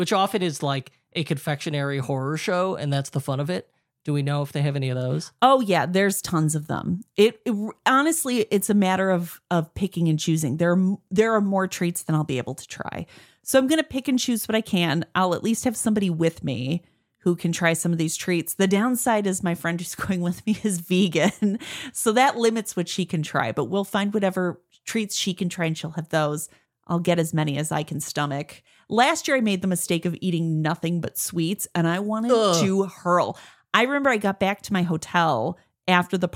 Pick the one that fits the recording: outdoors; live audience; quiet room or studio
quiet room or studio